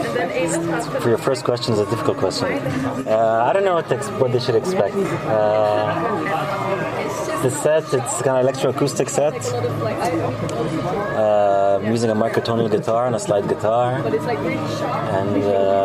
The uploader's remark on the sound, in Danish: Absalon Radio Besøgte Alice i den første uge af Jazzfestivalen 2021. Vi blev lukket ind i den hyggelige gård ved Alice hvor de i år har rykket festivalen ud under åben himmel.